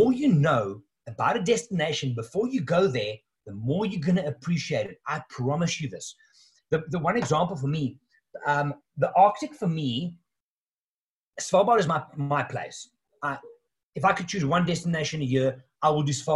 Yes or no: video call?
yes